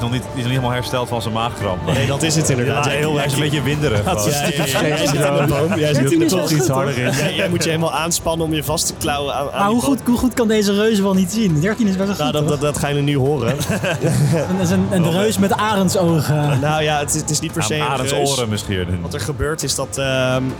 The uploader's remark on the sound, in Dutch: Ongeplande Avonturen stond 18 en 19 november op Dutch Comic Con! Daar deden we een live show met publiek.